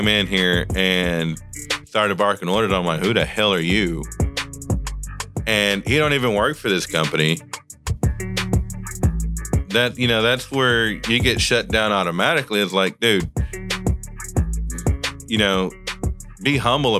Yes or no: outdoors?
no